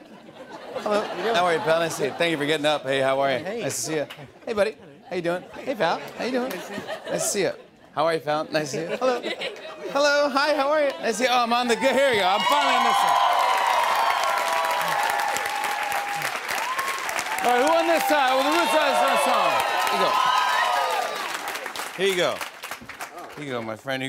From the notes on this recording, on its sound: chats with members of the audience